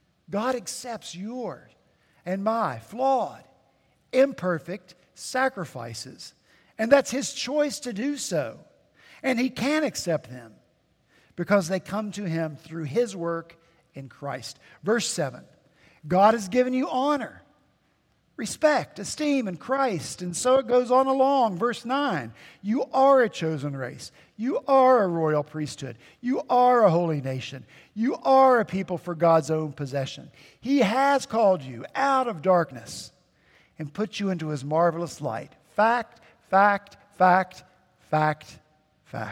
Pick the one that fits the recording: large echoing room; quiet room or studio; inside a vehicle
large echoing room